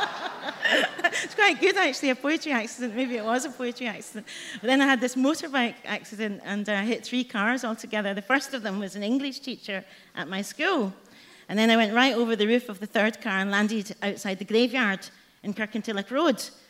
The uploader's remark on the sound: Recorded at The Tabernacle on 20th Jan 2020.